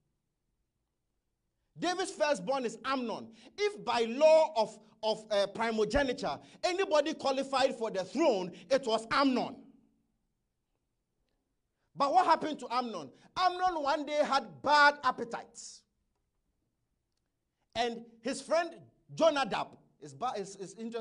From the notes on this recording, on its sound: Message preached at ICGC Toronto Assembly